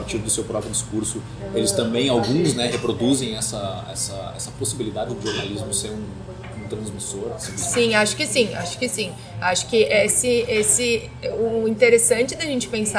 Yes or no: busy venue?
yes